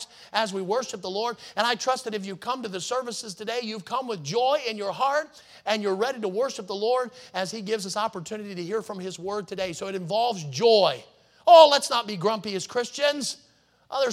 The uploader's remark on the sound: in the Sunday Morning Service on June 4, 2023, at Victory Baptist Church in Boonsboro, Maryland.